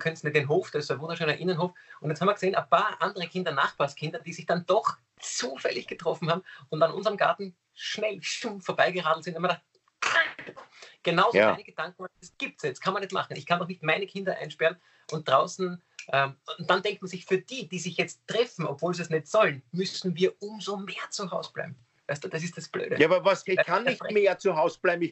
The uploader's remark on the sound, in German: Aufzeichnung einer Skype Session. Weil das aktuell nicht möglich ist, finden sie ihr Publikum, indem sie einander via Skype am Abend beim Reden zusehen.